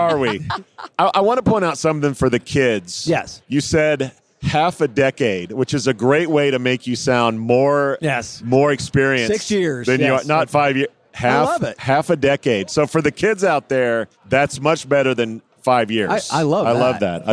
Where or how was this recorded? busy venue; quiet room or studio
busy venue